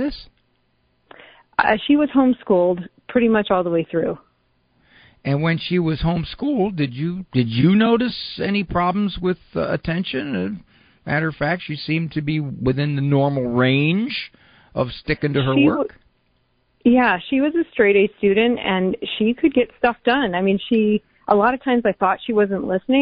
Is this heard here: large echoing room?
no